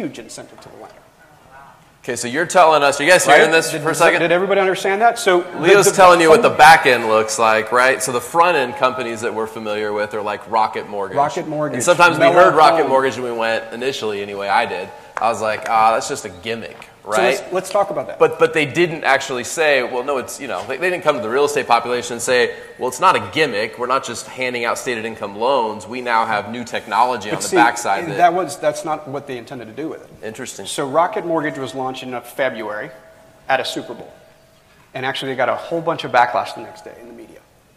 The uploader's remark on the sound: From our chat at NLA Live 2019. Onstage live at NLA 2019.